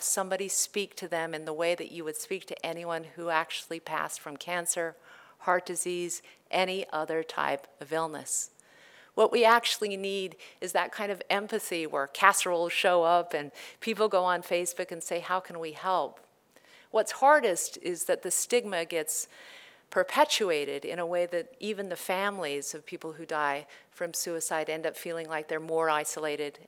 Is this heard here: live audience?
yes